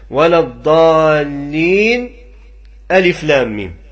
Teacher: سكتة لطيفة بدون أخذ للنفس · Term: السكت